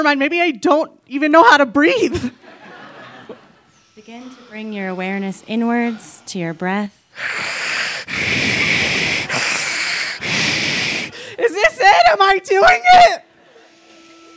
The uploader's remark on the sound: Each story that night was accompanied by sound painting, a.k.a. Told live on 21 March 2018 at Buntport Theater in Denver, Colorado.